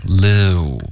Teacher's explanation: 它是一个滑动 liu,别发成 lu, OK,别先嘟嘴再发音